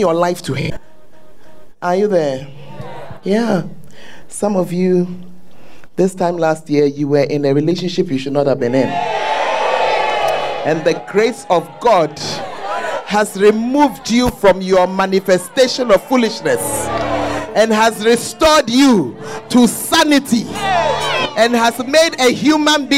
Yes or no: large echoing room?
yes